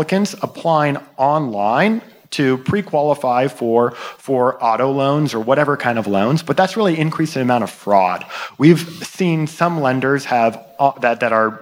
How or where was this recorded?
busy venue